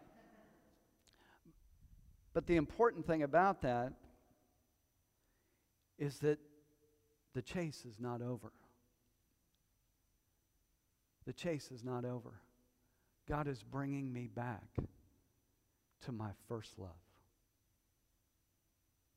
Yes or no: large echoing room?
yes